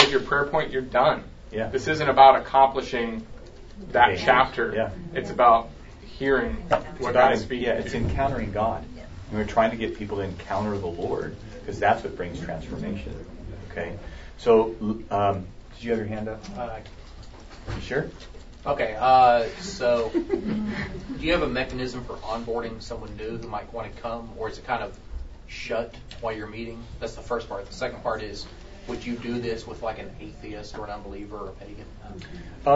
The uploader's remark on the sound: A Live Small Group Demonstration. The following audio comes from the 2016 National Disciple Making Forum with Discipleship.org.